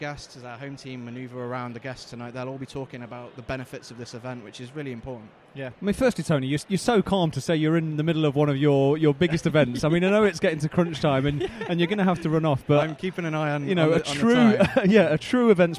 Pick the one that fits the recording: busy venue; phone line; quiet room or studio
busy venue